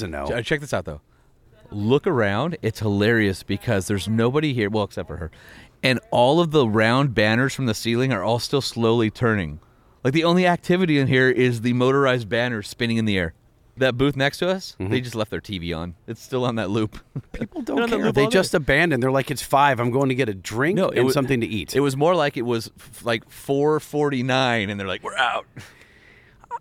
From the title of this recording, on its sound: SEMA Show 2023 Part 1, Live From The EGR Booth